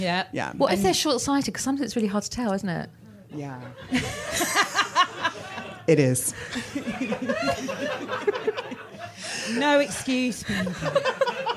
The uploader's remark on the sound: live at The Phoenix Arts Club in London